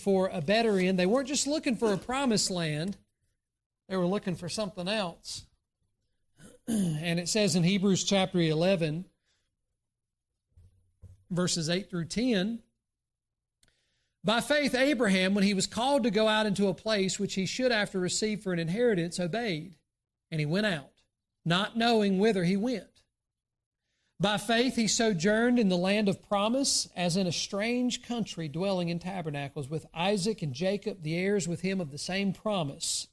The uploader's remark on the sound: during the Sunday morning service on December 27, 2023, at Southside Baptist Church in Mount Airy, NC